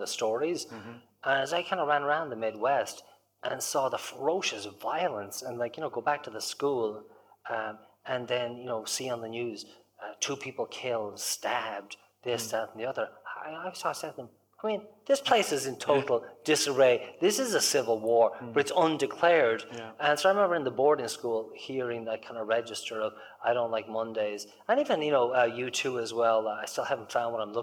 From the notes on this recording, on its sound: This conversation took place at the Ennis Book Club Festival in Co. Clare.